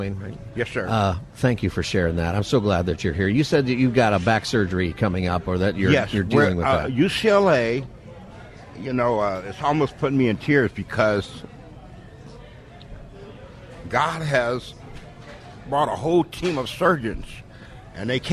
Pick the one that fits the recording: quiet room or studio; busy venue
busy venue